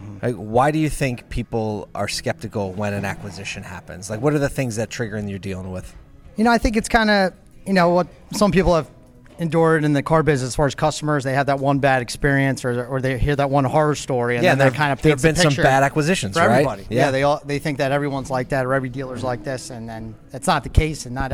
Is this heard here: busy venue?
yes